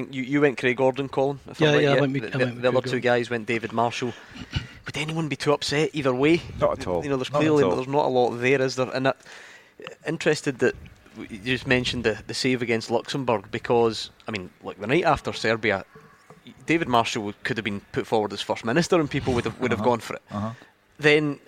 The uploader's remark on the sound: live from Scotland HQ at Drygate Brewery